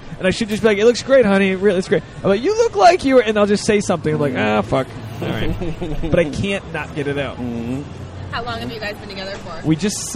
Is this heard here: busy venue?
yes